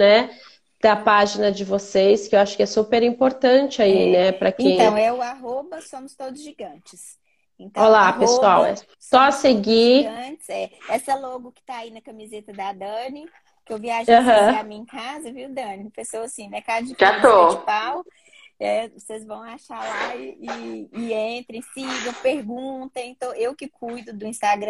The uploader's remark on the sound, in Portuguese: Esse podcast foi retirado da Live no Instagram do Grupo Mulheres do Brasil Santos